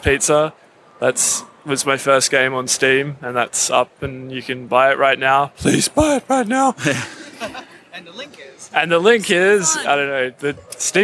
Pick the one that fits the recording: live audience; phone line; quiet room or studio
live audience